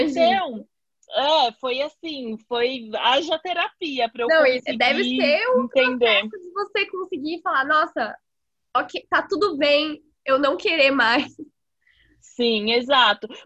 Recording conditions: video call